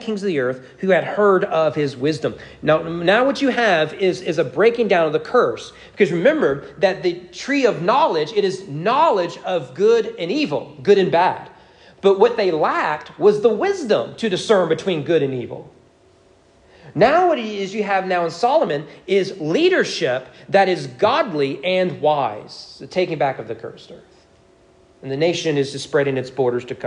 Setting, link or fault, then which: setting, large echoing room